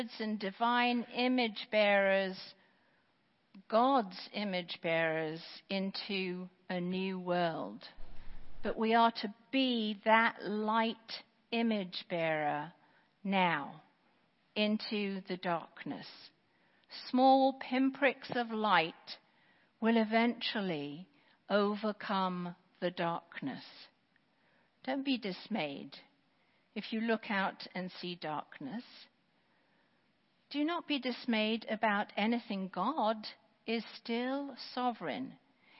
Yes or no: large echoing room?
yes